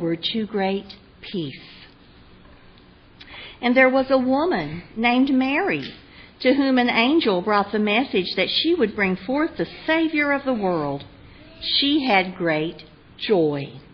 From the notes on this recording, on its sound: Recorded on Christmas Eve, 2023 at Cedar Grove UMC in Parkersburg, WV.